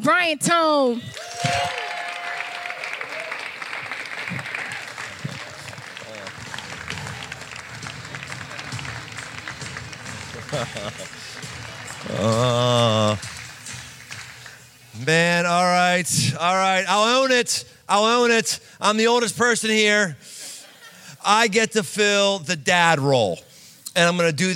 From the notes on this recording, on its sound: Live in Cincinnati. Live talk, recorded before a group of 18-24 year olds in Cincinnati.